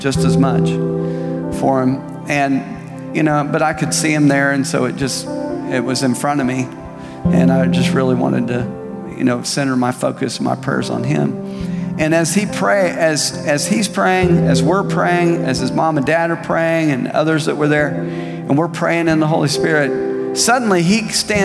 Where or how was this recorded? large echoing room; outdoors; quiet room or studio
large echoing room